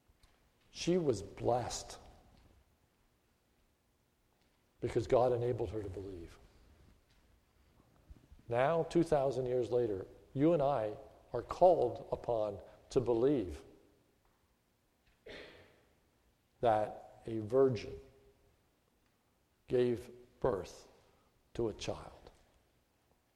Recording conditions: large echoing room